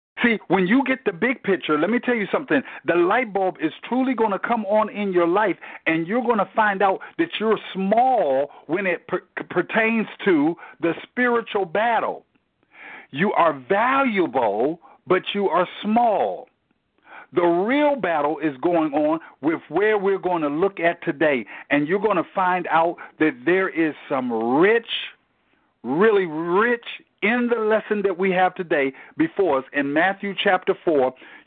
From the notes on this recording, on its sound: Tele Bible Study. Enon MBC Bible Study conference call.